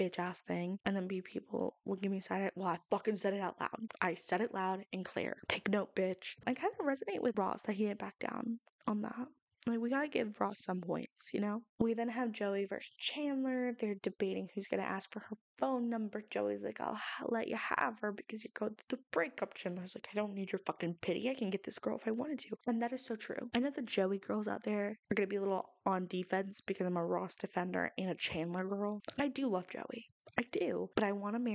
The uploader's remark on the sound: Audio quality is lacking in this episode because I got a new mic after my old one DIED on me. It has its quirks and I need to do a little more research into vamping the quality, but it will be fixed for future recordings.